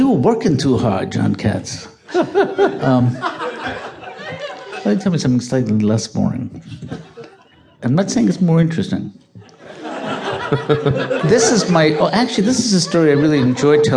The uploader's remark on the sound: Boston Comedy Festival. This live recording.